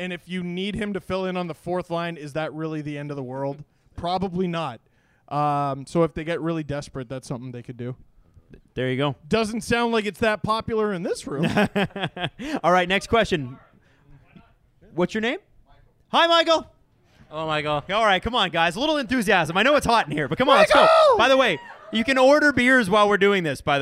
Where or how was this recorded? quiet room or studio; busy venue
busy venue